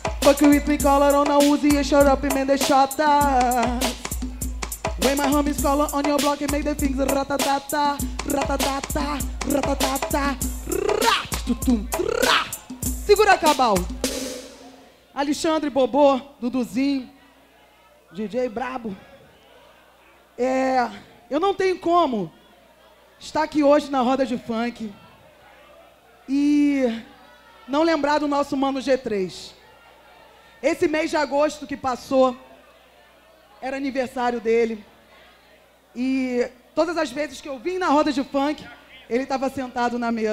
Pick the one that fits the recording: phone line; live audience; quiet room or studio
live audience